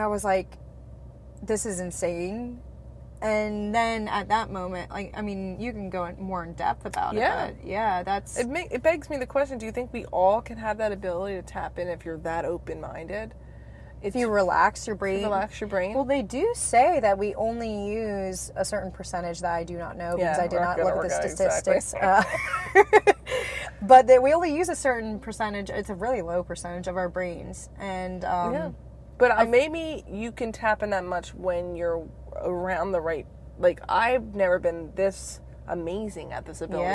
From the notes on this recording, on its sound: in the car